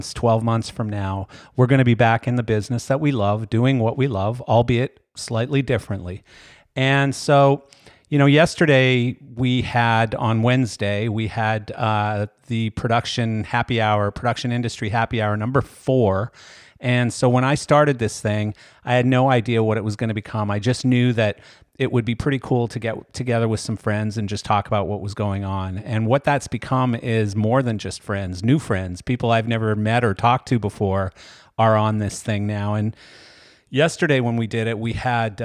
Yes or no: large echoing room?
no